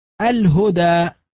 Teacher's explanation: هذه اللام وقع بعدها الهاء، فالحكم الإظهار